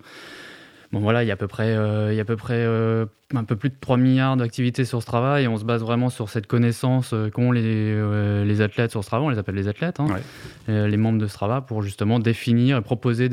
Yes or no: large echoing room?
no